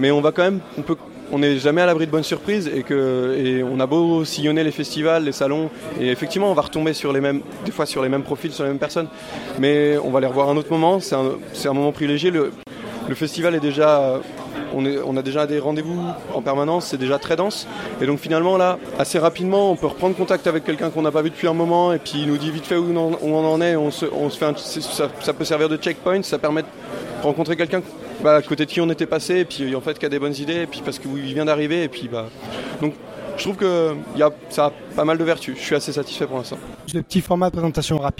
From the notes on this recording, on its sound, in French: Interviews réalisées au festival international des jeux de Cannes édition 2017